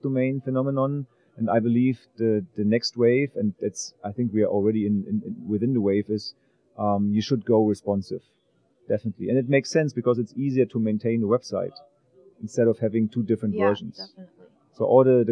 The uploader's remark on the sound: In this podcast recorded at Pubcon Las Vegas 2014.